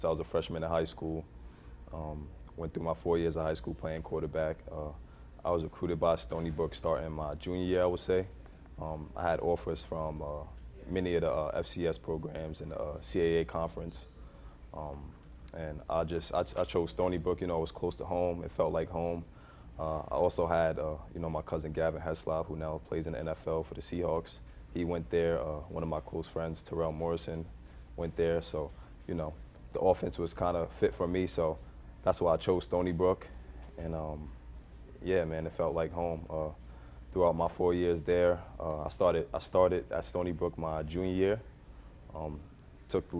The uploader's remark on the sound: Inside MLFB continues its coverage live and on the ground from MLFB training camp.